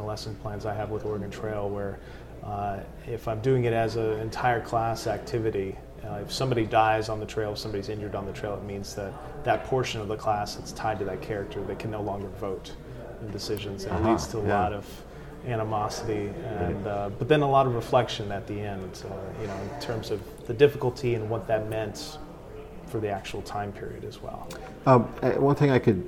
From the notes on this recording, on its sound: This episode was recorded at GDC 17.